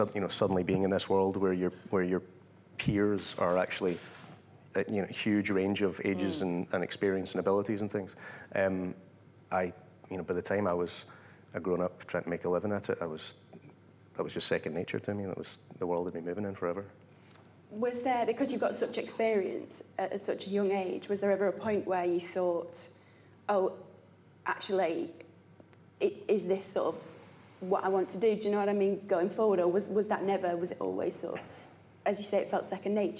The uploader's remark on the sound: LIVE recording. Hosted by the West and South West London branch of Equity, and recorded live at the New Diorama, celebrating TUC Young Workers Month.